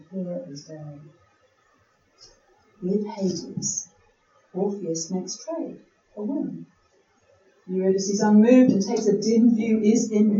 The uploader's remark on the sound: Our first recorded LIVE episode - We recorded at our Cast Iron Windows Poetry Night